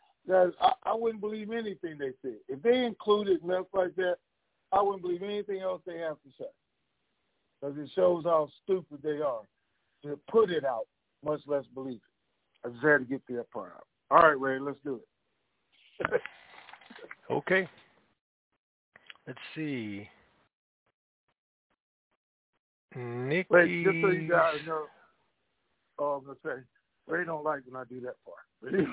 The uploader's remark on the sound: Conference Call